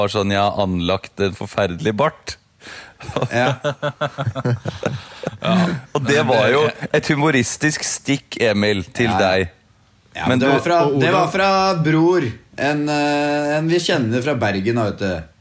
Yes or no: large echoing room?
no